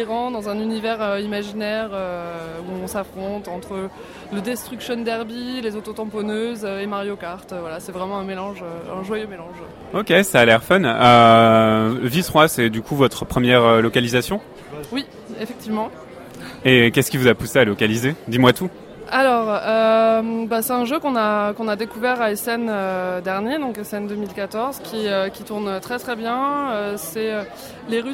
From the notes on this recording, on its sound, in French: Interview réalisée au festival international des jeux de Cannes édition 2015